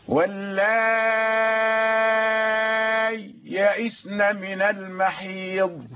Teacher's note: فاصل خفيف في الزمن، لحظة خفيفة من وقف الصوت حتى يستطيع أن يظهر الياء الأولى. نحن عند الإدغام كان سهلا تشديد الياء، أصبحت ياء مشددة، لكن عندما يقرأ الإظهار يقرأ هكذا: واللائي يئسن من المحيض.